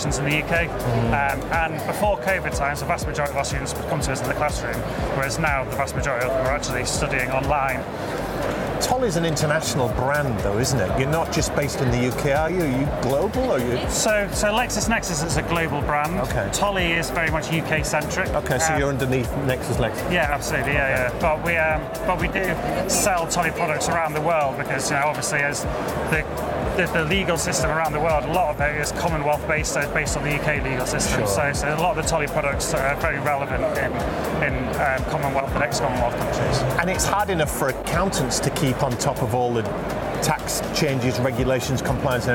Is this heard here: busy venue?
yes